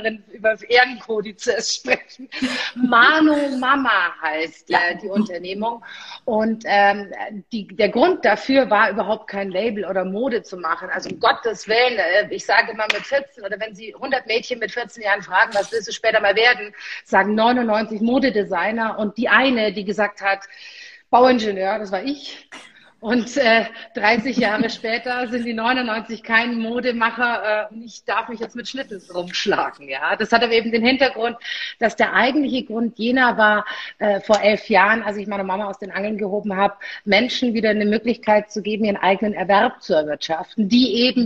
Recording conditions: video call